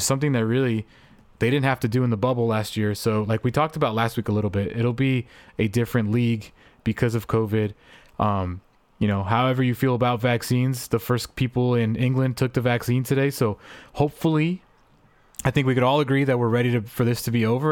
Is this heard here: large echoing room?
no